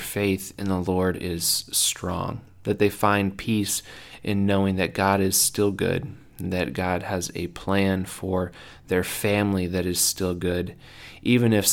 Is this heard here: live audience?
no